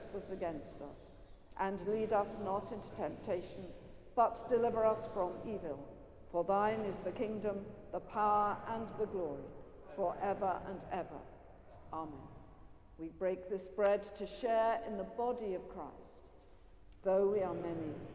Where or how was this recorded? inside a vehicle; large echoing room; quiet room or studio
large echoing room